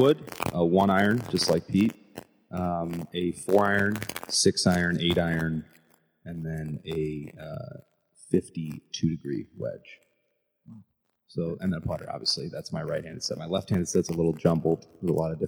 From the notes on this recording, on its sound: Unfortunately the audio file was damaged so the audio is not up to our standards. We thought it would be better to release it as is than to try to recreate the magic.